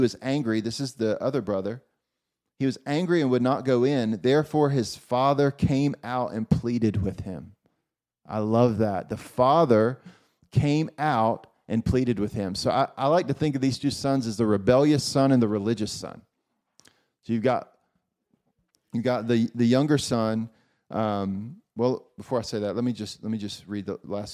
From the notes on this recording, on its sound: Recorded at Faith Hope Love House of Prayer in Columbus, OH in April 2023.